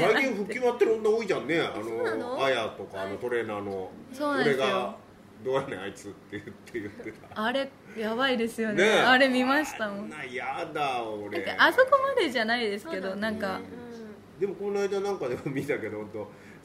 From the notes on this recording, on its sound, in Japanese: LIVE前にこっそりと会場で収録した回です